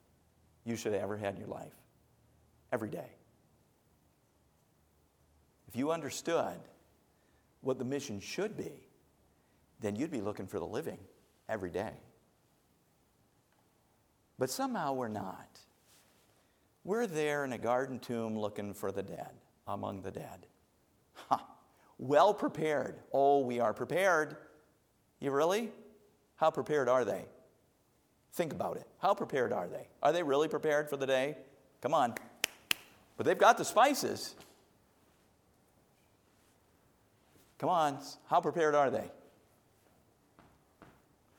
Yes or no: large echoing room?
yes